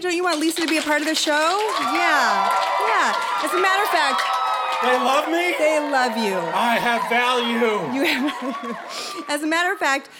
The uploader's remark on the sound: It's our first live show! Special thanks to the students and staff at Jefferson Elementary in Maplewood, NJ.